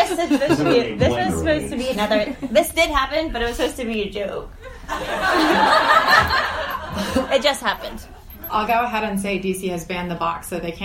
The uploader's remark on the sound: LIVE: StreetWise Partners at Kramer's Books. It is live!